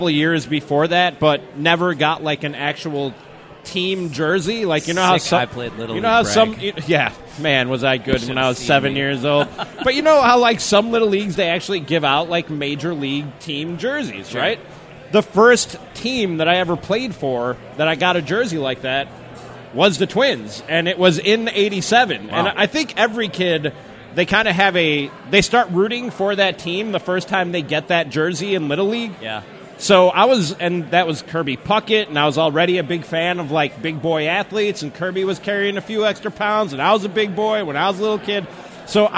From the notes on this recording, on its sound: Live at Fulton. It's a live taping of The SKOR North Twins Show at Fulton Brewery in Minneapolis!